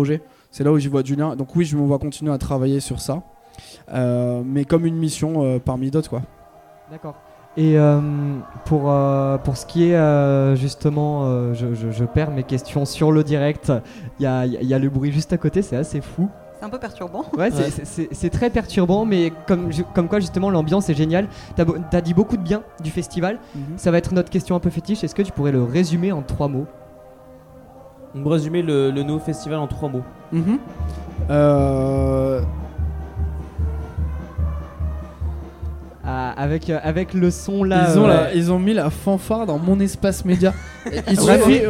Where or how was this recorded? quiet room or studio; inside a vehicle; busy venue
busy venue